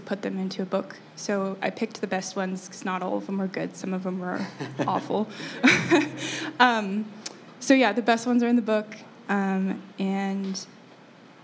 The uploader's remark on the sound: A live recording from the Peace, Be Still art reception.